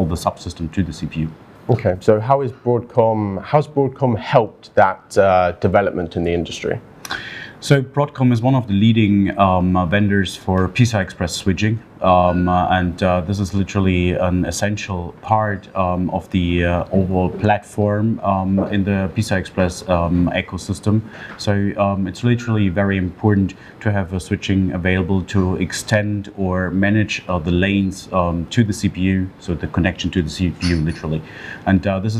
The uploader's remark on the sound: we are at a Broadcom Partner event just outside of Munich, Germany